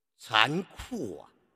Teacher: 个语气助词啊，它的变化有读成什么呢？读成哇，好像能够拼写的乌啊哇那个音。这里呢，我们也通过例子来说明一下。大家体会一下，比如“残酷”啊， “酷”是无韵母，那么你就要读“哇”